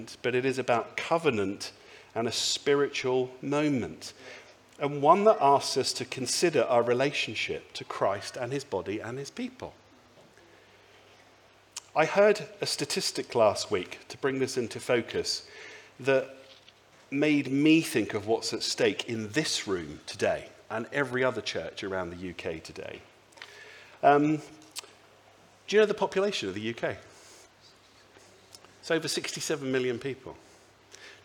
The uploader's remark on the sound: speaks at the Sunday Service